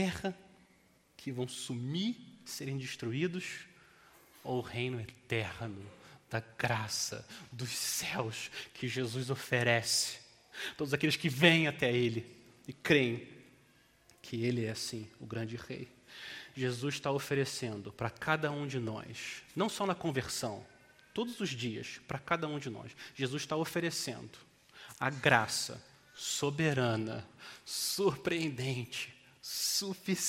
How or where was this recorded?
large echoing room